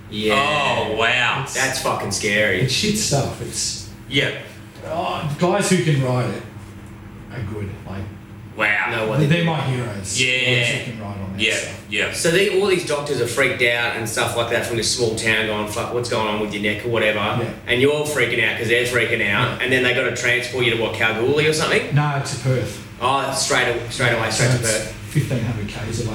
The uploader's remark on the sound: Apologies we had a few issues with the rode caster on this ep and had to use the audio from a camera.